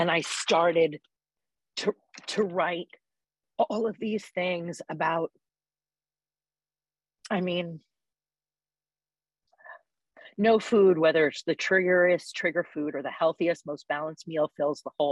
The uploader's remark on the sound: Recorded at the 100+++ Pounder Special Focus Meeting